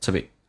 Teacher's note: to 说成 t. Be 说成短元音 be，这叫弱化现象，非实义词汇都会产生弱化，变成 tobe，而且用降调来发 To be thankful.